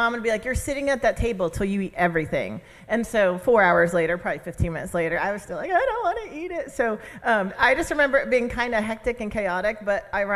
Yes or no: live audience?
yes